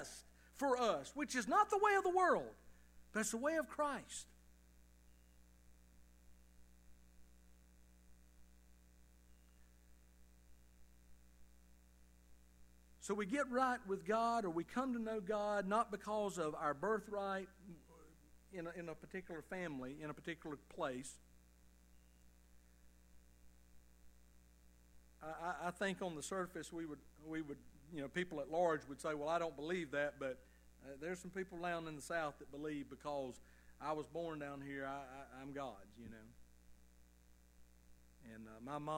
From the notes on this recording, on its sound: Evening service sermon of Liberty Baptist Church in Tifton, GA.